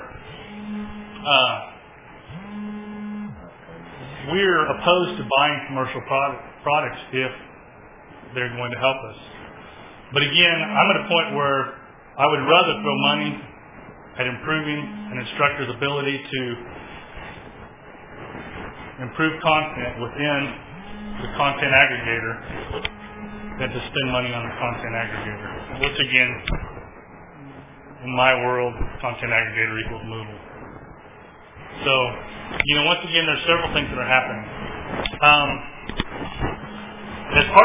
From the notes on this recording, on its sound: At the March 2010 Heartland eLearning Conference at the University of Central Oklahoma. My apologies for background noise. Wore my recorder and it made a lot more noise than I thought it would as a wearable device!